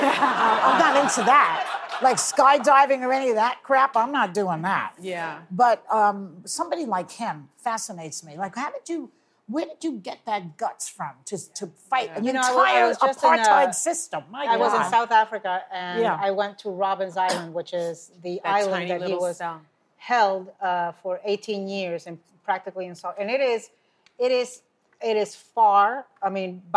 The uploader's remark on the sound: Answer questions from our live studio audience.